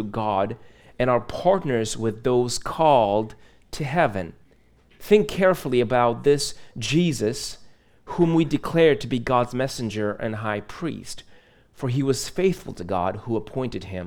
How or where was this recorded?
large echoing room